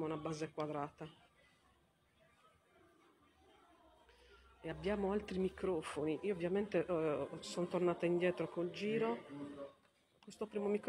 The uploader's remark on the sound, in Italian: Torino - Live dal Museo della Rai con descrizione. Registrazione e caricamento a cura della pedagogista audiodescrittore.